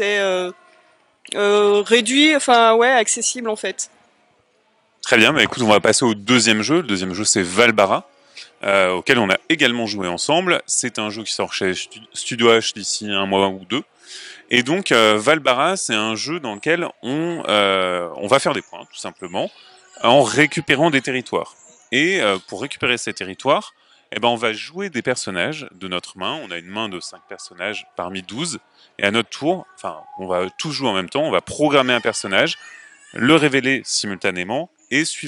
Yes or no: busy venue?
yes